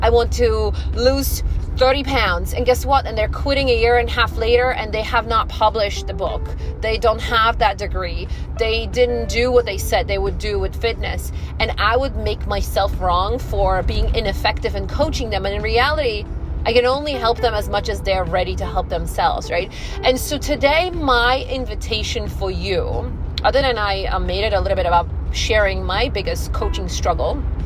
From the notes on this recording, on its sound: This episode came out of me as I drove to the Whole Foods one day. There’s background noise.